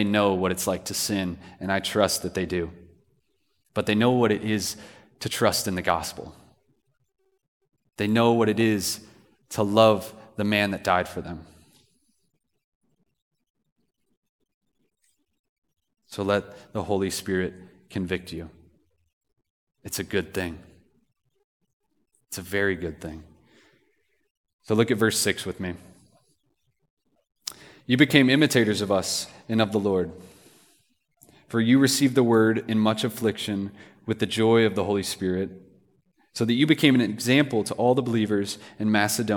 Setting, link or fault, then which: setting, live audience